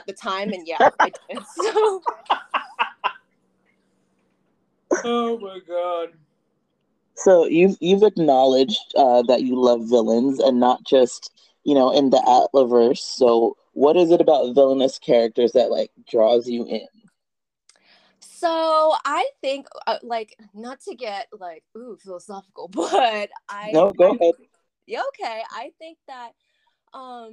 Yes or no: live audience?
no